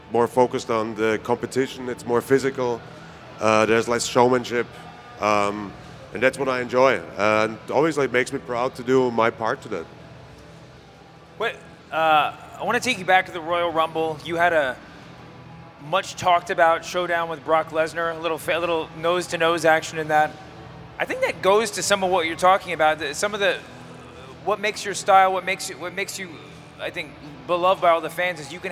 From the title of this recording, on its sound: Live at 'WrestleMania' Superstore